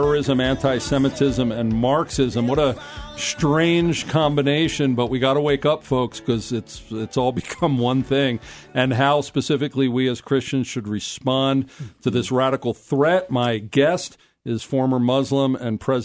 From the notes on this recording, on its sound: called in from the State House up in Denver